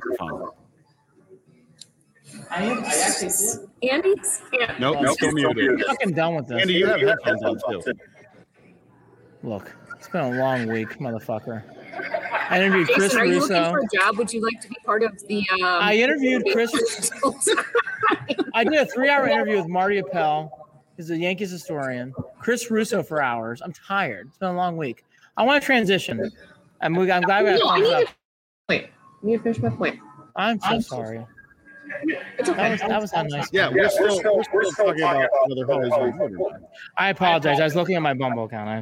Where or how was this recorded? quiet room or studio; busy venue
busy venue